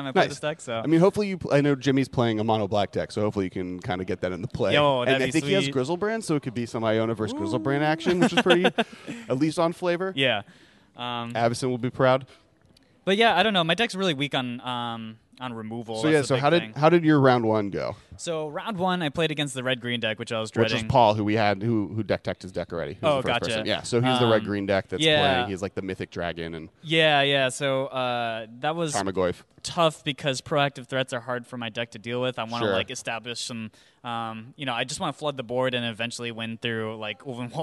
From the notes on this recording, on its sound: Coming to you live(ish) from Hi De Ho Comics in Santa Monica.